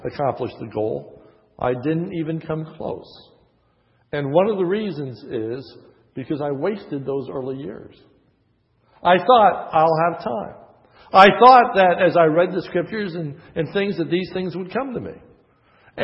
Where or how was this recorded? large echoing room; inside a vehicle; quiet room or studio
large echoing room